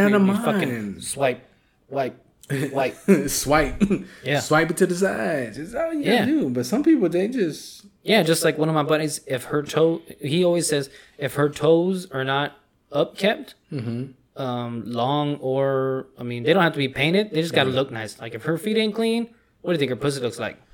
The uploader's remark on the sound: Fully unedited and a weird echo.